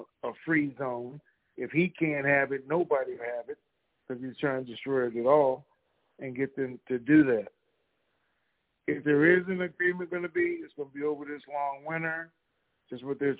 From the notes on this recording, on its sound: TNTSuperfantastic Conference Call